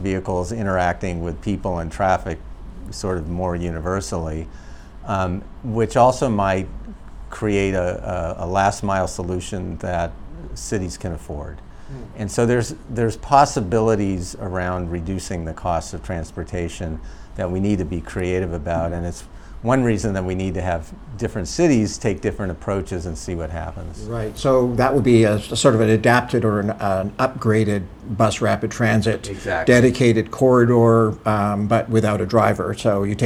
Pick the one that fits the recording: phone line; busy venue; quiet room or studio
busy venue